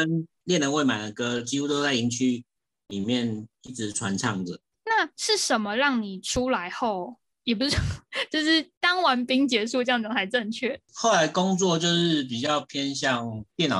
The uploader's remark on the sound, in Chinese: 遠端錄音敬請見諒